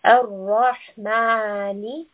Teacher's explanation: This ma sound, we are going to pull for two counts. We are lengthening the sound to two counts, raising two fingers, and that is the time that we will pull the sad for. · Term: two-count mud